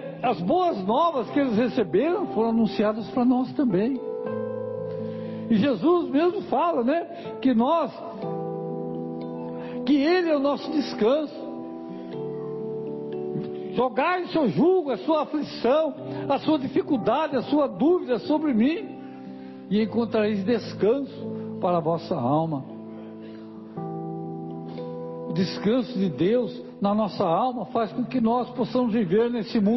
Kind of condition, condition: setting, large echoing room